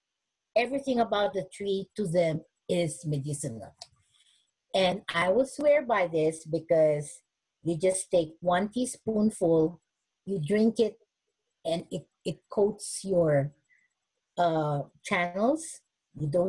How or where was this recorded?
video call